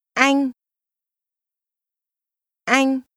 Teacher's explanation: Is pronounced with a mid-level tone.